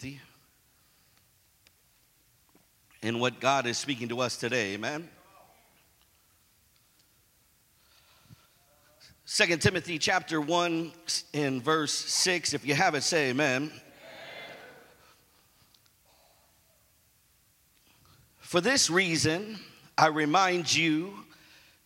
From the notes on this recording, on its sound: preached at "Fan the Flame" conference in Houston, TX 2017